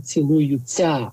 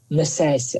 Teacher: Замість літературного «ся-ця». Тому хоч ми і пишемо «цілую-ся», але вимовляємо «цілую-ця».